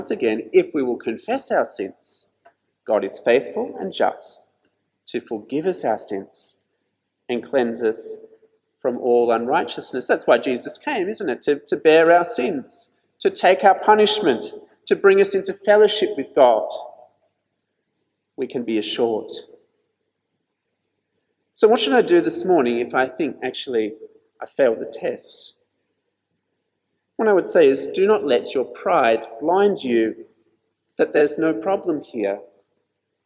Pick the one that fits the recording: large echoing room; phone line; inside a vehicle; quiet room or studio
large echoing room